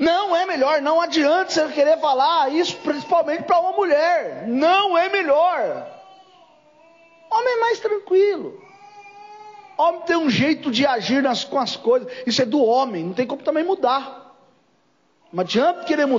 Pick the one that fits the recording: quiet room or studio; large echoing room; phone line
large echoing room